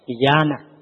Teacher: Nè, có dấu ngang thì giữa A này kéo dài.